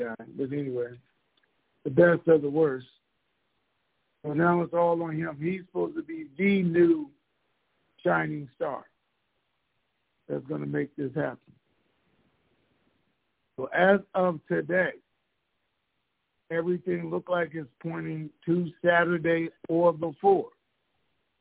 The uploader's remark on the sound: Conference Call